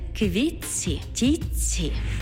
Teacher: У словах «квітці» та «тітці» звук «т» переходить у м'який подовжений звук «ц» – «квітці» – «тітці».